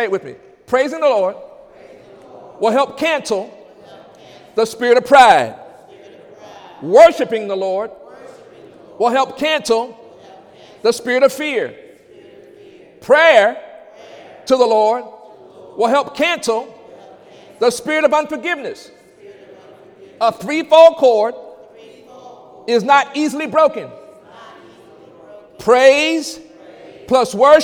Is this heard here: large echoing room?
yes